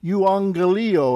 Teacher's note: Make sure you get that accent on the last syllable, euangelio, and again the double gamma is NG.